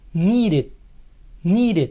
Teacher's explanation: La primera D suena como nuestra R, pues está en medio de dos vocales.